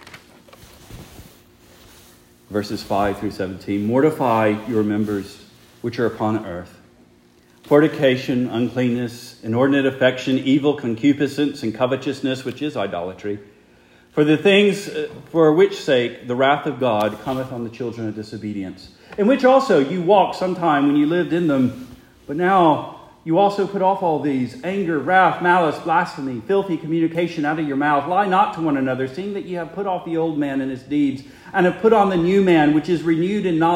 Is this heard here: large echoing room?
yes